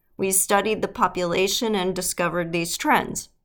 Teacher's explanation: I sound like I'm questioning my own actions versus saying, we studied the population and discovered these trends. Exact same words, but not using the vocal fry makes you come across as more confident